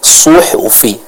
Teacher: jadi sadnya tebal dan ha-nya tipis dari tenggorokan bagian tengah · Term: sad dan ha